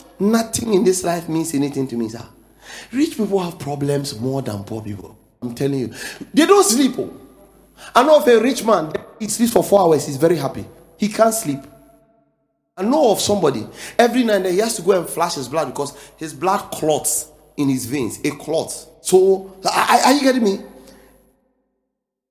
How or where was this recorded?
large echoing room